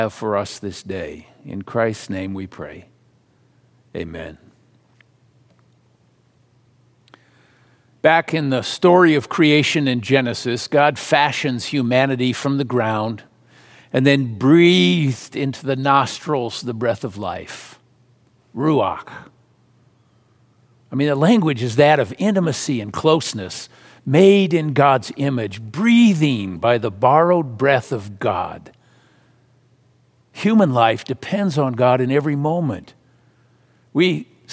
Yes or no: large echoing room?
yes